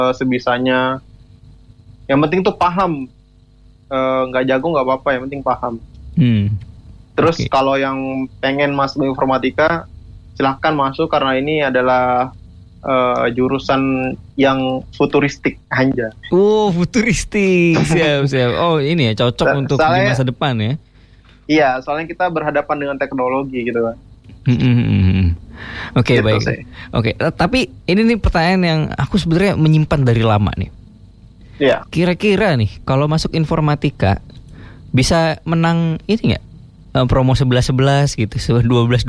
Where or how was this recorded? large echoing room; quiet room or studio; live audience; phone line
phone line